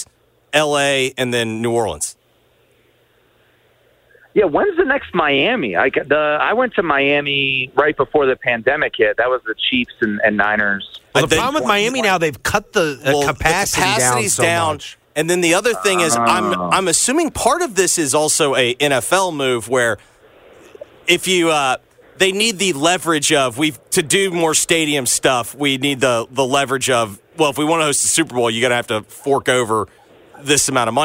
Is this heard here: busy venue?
yes